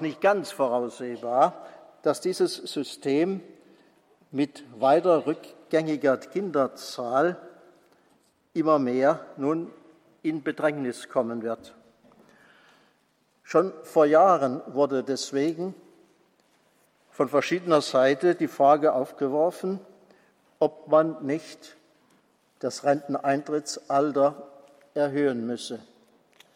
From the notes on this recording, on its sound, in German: Vortrag, gehalten beim Kongress "Freude am Glauben" 2016.